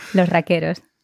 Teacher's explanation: So you're dropping your S